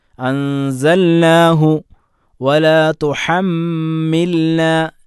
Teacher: ഇദ്ഗാമാക്കിക്കൊണ്ടല്ല അൻസൽനാഹു വലാ തുഹമ്മിൽന ലാമിനെ വ്യക്തമാക്കി തന്നെ ഉച്ചരിക്കണം